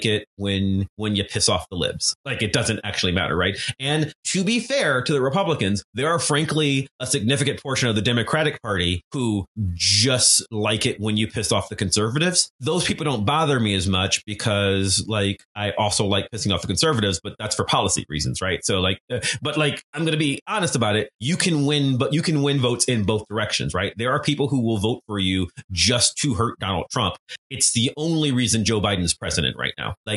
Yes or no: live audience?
no